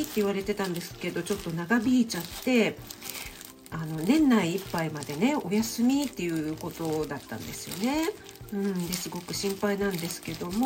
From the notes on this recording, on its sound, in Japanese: 朝LIVE。肉巻き作りながら前半はどうでもイイ美容院の雑談。エンボス手袋で肉を巻く音がガサガサうるさいです。